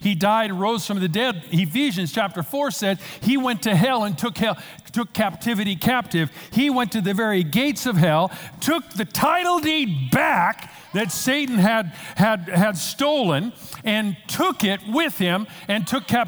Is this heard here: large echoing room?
yes